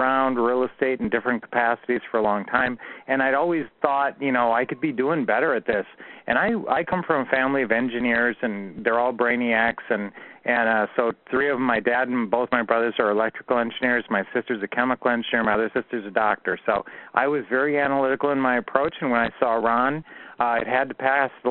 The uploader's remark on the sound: Q&A Call 2016-05-09